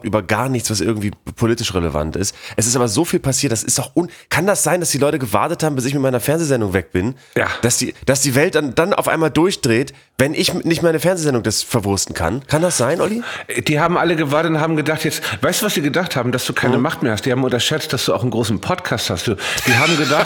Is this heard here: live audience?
no